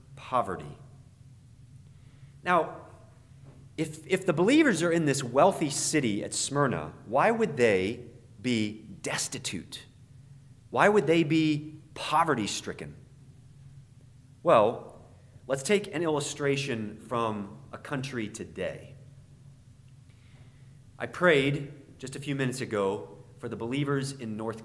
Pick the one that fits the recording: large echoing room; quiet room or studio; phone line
large echoing room